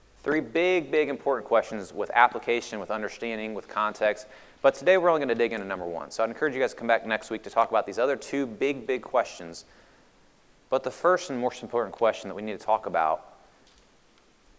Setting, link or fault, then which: setting, large echoing room